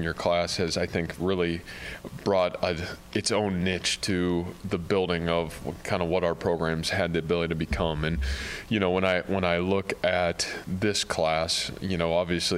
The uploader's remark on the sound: during his weekly press conference